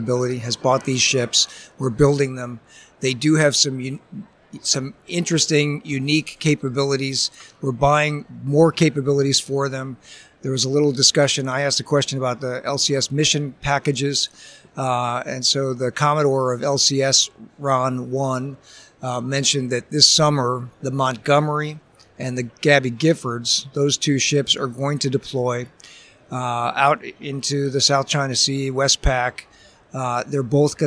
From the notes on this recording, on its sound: live from the San Diego Convention Center